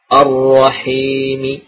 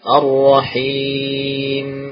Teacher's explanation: Kalau wakaf karena mimnya sudah jadi sukun maka menjadi lebih dari dua harokat · Shown in: second take · Term: sukun arid